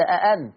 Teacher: يعني الهمزة الثانية بتاعت أأنت دي تتمد ستة لو هتبدل